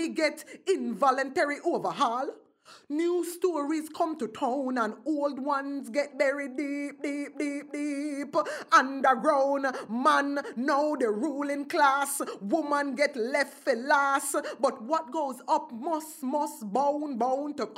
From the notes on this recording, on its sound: in front of a live audience